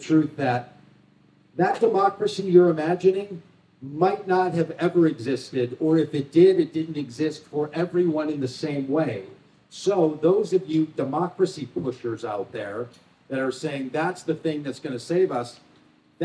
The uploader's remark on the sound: spoke at the Wild Goose Festival in North Carolina in July 2023